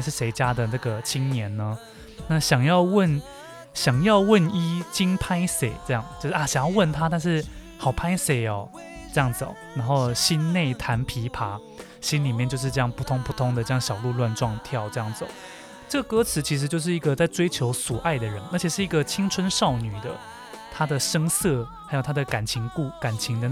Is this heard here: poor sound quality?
no